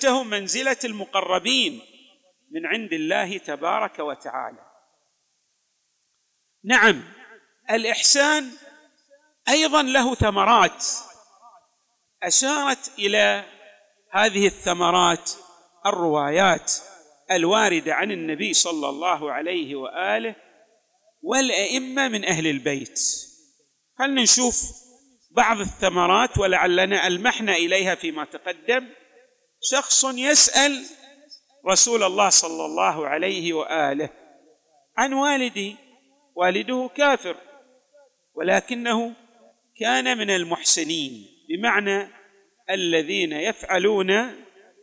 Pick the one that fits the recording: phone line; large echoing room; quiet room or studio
large echoing room